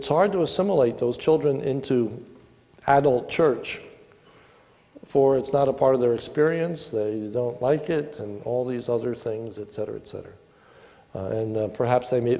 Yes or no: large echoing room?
yes